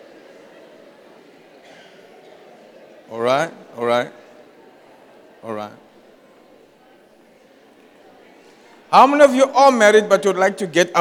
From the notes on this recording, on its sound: Preached at the Jesus Cathedral, Cape Town on the 01 October 2023